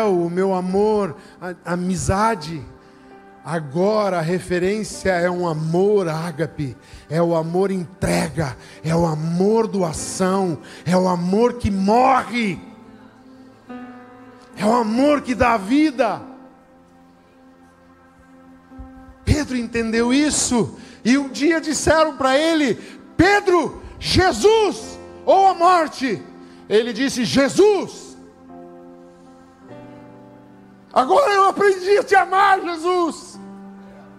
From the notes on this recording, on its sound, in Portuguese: Culto Especial de 29 anos Igreja ABA Blumenau. Na Igreja ABA Blumenau (Transmitido ao vivo).